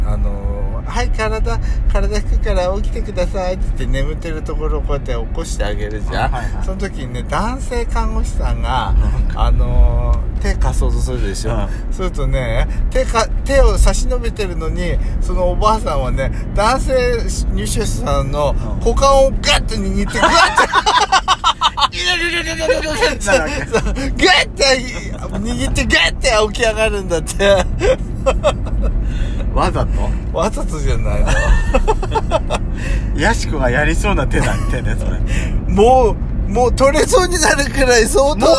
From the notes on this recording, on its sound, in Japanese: ドスドライブ収録。ロードノイズゴメンね。